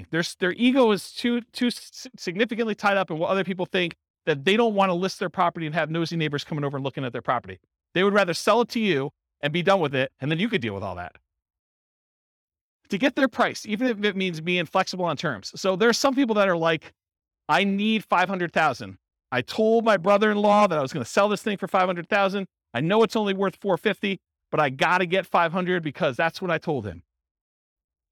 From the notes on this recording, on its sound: This was a live class recorded. Rochester, New York.